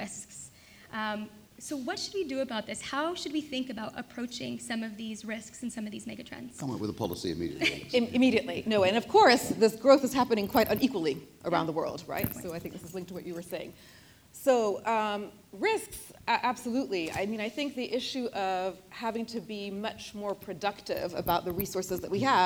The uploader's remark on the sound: We recorded the most recent episode of Pocket Dilemmas in front of a live audience in Bosnia and Herzegovina ’s capital Sarajevo, host of last week’s 2019 Annual Meeting and Business Forum. Inside the country’s Parliament Building.